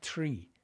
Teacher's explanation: Irish will say instead of think, they'll say tink. Instead of three, they'll say tree